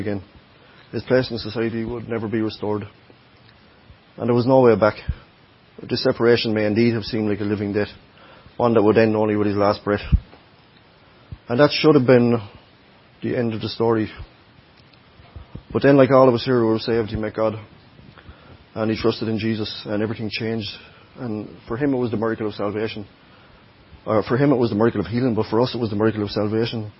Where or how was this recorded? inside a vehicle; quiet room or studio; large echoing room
large echoing room